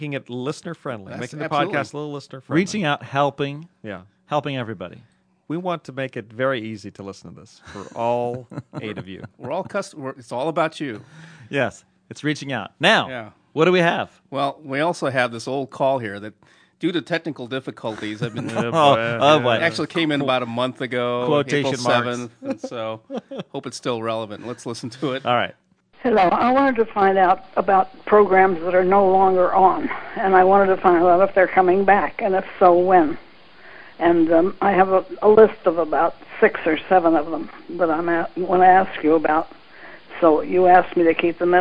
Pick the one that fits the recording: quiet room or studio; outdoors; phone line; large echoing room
phone line